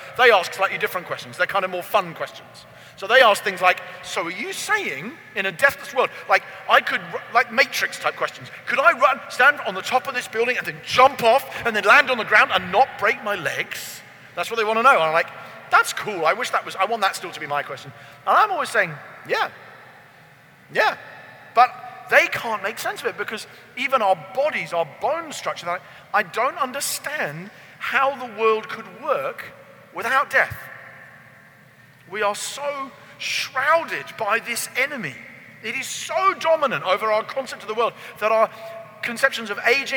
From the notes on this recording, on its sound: keynote message at Convergence Conference